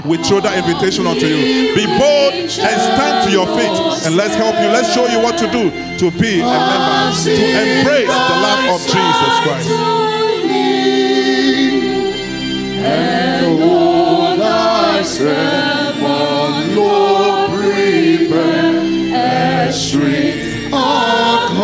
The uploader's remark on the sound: Sermon preached at CBC Shiashie Campus on Sunday January 21, 2024